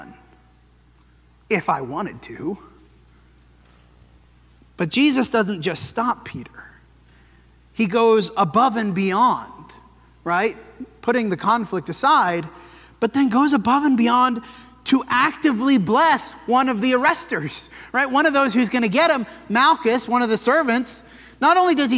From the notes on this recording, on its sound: This sermon was preached at the Dewey Church of Christ on January 28, 2024.